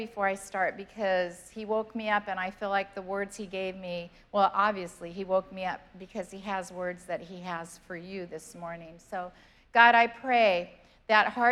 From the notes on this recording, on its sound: Was preached on November 28th at the 11:30AM service.